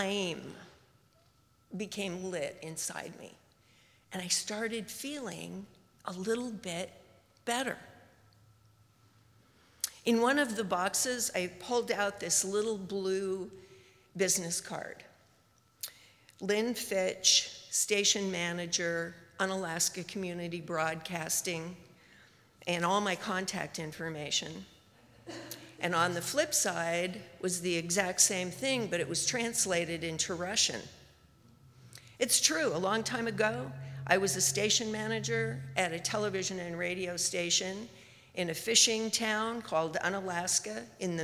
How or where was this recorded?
live audience